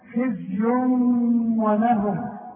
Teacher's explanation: عندي التنوين الضمتين وبعد واو، واو من حروف الإدغام وكأن الواو برضه مشددة. خز ولهم وما تنساش الغنة ولهم.